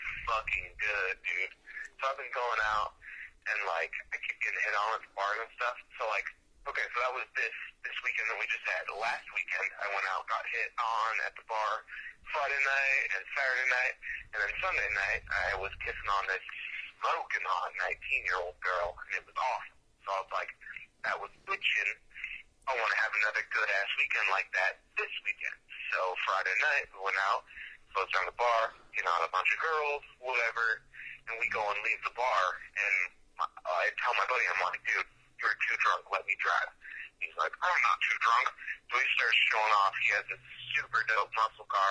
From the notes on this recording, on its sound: This is a call in from Spokane Washington